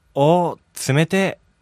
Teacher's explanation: The adjective is actually 冷たい. But when male speakers speak in casual conversations, when you have the a and the e together, they get contracted into え.